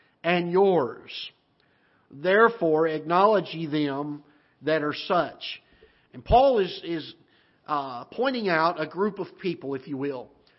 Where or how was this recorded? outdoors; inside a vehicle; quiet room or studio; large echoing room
large echoing room